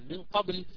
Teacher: عند الغنة يكون المخرج تماما يعني ملاصق أو يعني يكون لساني فعلا ملامس لمخرج القاف